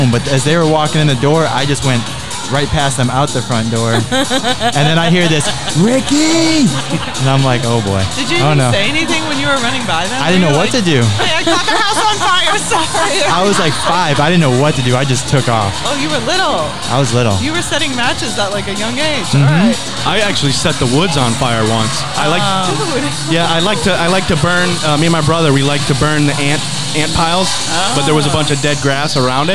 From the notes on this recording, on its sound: Recorded live from the balcony from this amazing event